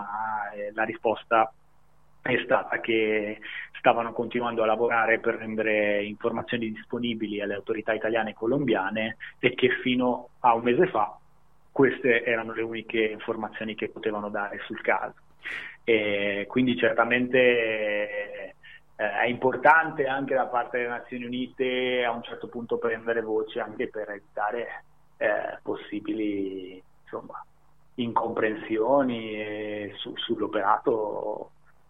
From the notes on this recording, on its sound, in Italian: Al telefono. Poi ci colleghiamo con la comunità di pace di San José di Apartodó, in Colombia.